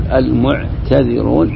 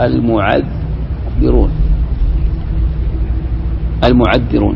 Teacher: يقول جاء المعذرون، يقول بإدغام التاء في الأصل في الذال، أصلها المعتذرون، فلما أدغمت التاء بالذاء شددت الذاء · Shown in: second take · بدل ما تقول المعتذرون تقول المعذرون المعذرون.